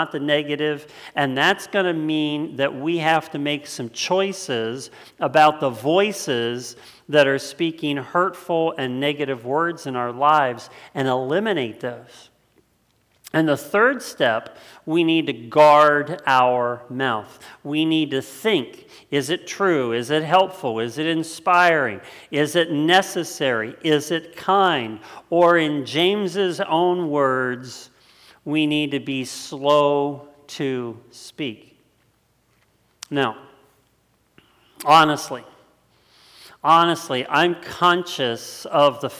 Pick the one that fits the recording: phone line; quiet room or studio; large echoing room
large echoing room